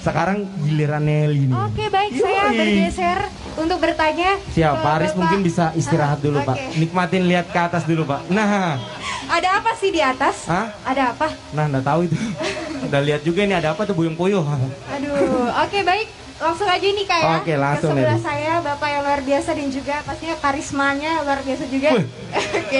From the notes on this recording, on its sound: Perbincangan sore live dar Plaza Balikpapan.